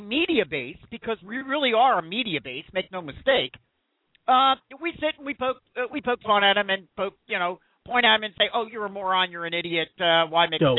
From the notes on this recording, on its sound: take live calls from their listeners around the country